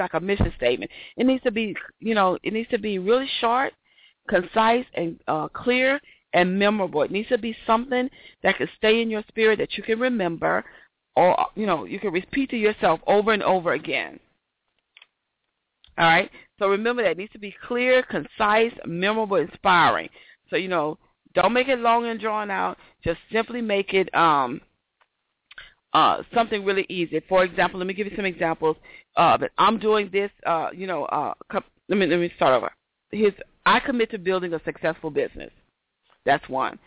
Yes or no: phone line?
yes